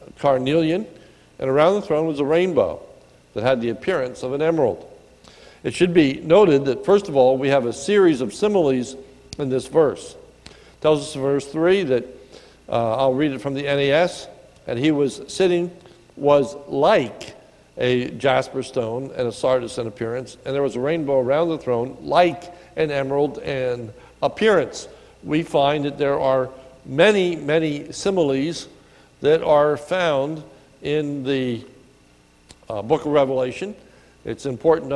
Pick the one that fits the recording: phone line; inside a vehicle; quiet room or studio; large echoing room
large echoing room